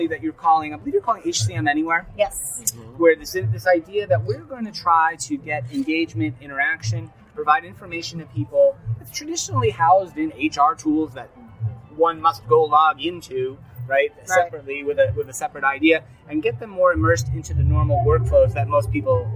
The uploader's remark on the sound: LIVE From Ceridian Analyst Day in Hollywood. Recorded LIVE from the Ceridian Analyst Day in Hollywood, California.